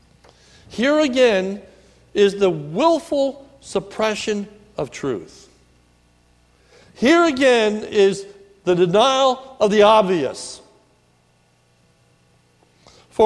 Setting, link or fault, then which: setting, large echoing room